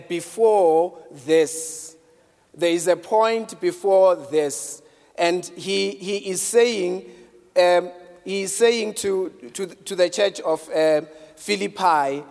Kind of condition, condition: setting, large echoing room